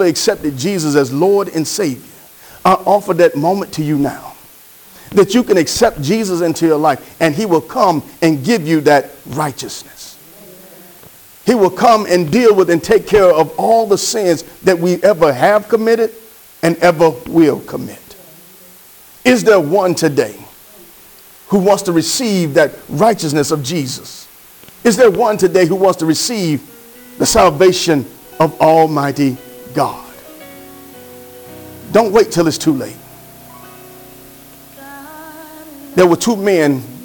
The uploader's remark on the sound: Sermon preached from Wesley AME Zion Church